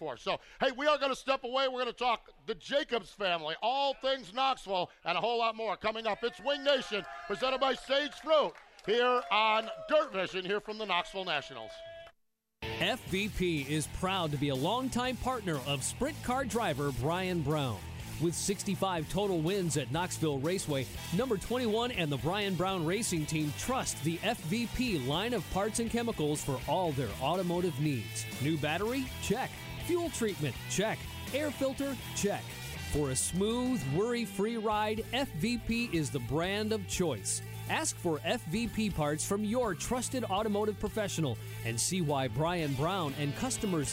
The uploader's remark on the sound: Winged Nation Live from the 59th Annual Knoxville Nationals. It is Night 4 of the Knoxville Nationals and Winged Nation is LIVE!